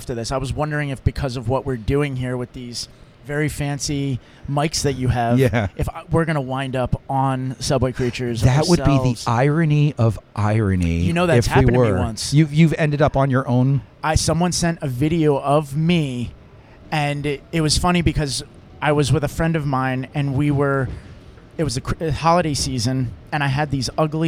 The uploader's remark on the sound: LIVE FROM THE 7 TRAIN! It's all taped on the actual 7 Train!